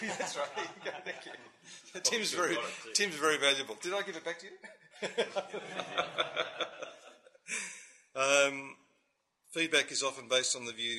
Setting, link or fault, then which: setting, live audience